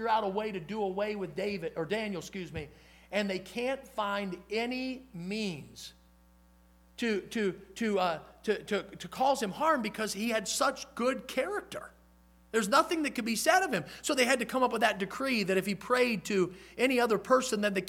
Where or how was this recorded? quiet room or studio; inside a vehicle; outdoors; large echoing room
large echoing room